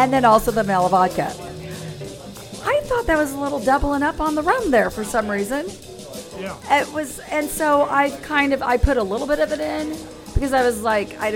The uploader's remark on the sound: Live from The Lakewood Local.